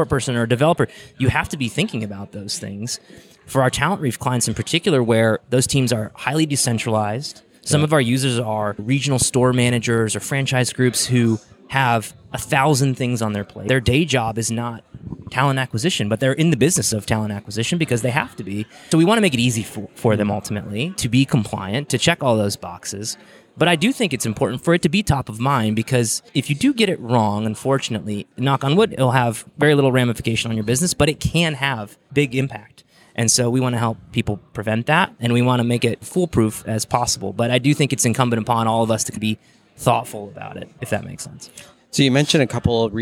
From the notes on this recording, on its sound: Recorded at HRTech